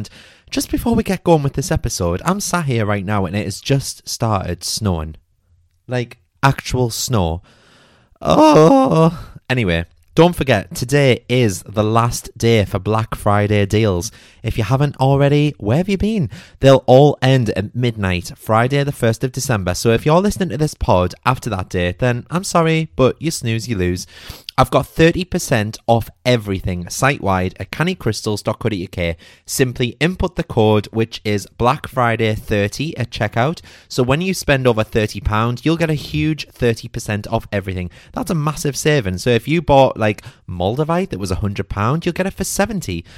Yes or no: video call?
no